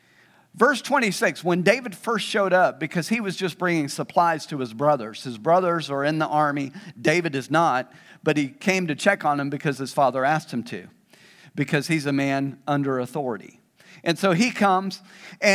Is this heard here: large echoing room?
yes